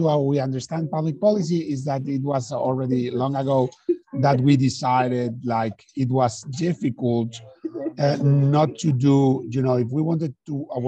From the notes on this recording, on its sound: This episode was recorded as a live webinar on the 20th of October.